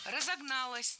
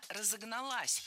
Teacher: Окончание должно быть ударным. · Shown in: second take · Разогналась.